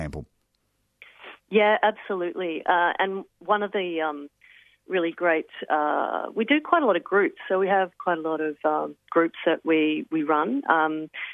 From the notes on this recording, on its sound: joins us on the line from Castlemaine